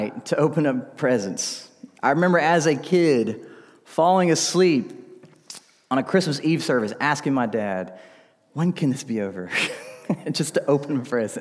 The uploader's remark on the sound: This message was delivered during the Sunday evening gathered worship service in December 2019 at Covenant Baptist Church, Valdosta, Georgia.